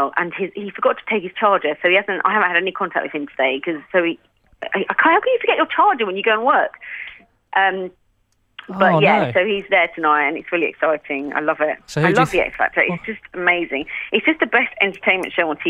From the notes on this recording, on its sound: a very special celebrity guest on the phone